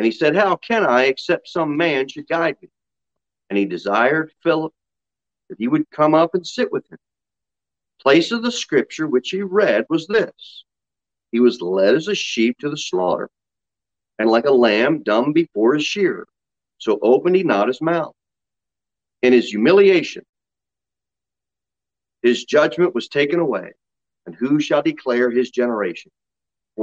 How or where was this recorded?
large echoing room